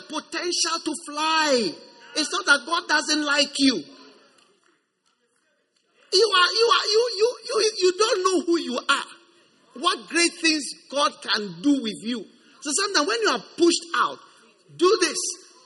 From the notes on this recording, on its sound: Preached at the First Love church, Accra.